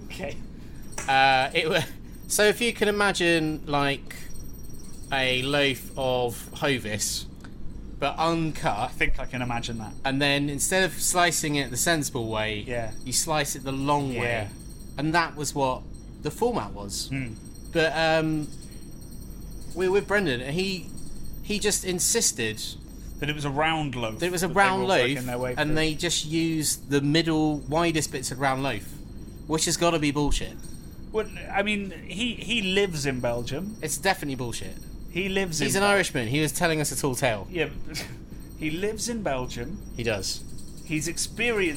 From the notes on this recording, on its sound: This week's episode is brought to you from LITERALLY under the sea, as we hurtle back from Belgium